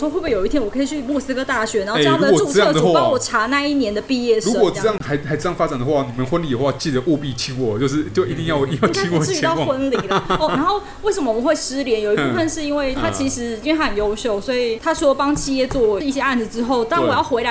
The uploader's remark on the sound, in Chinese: 本集白噪音指數：蚊風級 1/5。錄音地點：印度咖哩吧 - Curry Lounge。